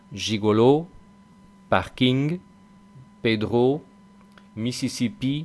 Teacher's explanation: todas las palabras del francés suenan agudas, como si el acento estuviese en la última sílaba